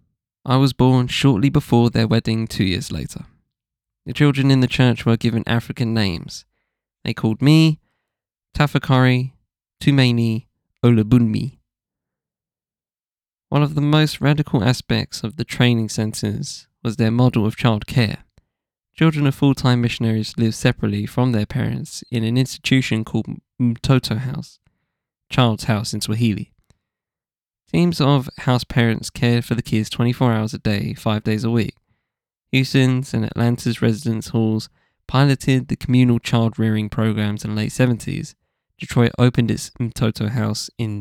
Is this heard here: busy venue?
no